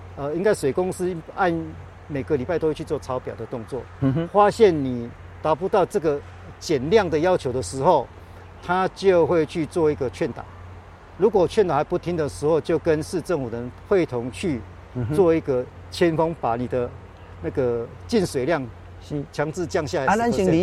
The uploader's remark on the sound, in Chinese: 雲林古坑乾旱現場